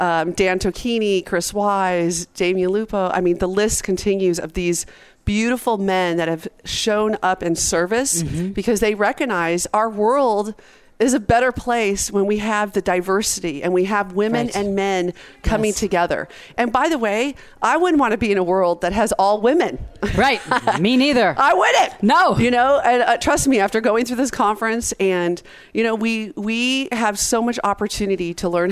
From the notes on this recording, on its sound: Join VoiceAmerica and Special guest Hosts as we Broadcast day 2 Live form the Largest Women's conference in the USA! We will be live for 2 days bringing you all the event action, keynote speakers and VoiceAmerica hosts.